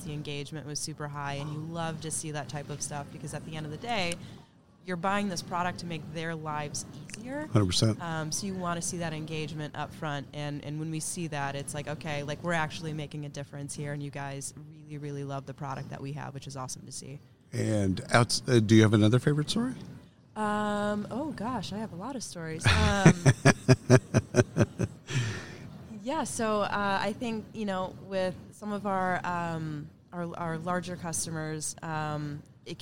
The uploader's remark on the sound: Live from SHRM 2022